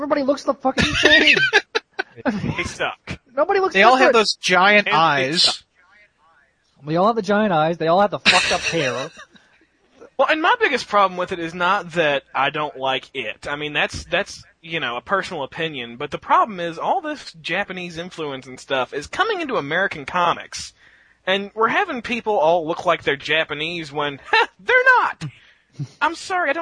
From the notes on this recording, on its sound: We wrap up our second hour of our live caller edition.